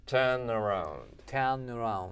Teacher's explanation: この R は、母音、舌を持ち上げる R でしたね